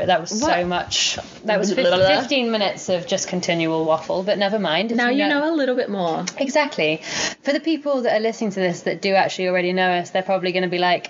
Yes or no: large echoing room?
no